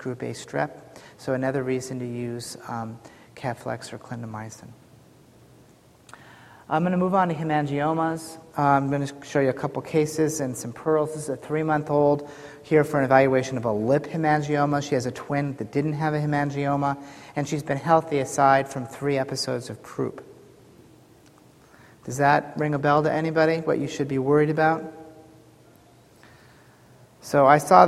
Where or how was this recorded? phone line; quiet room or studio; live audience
live audience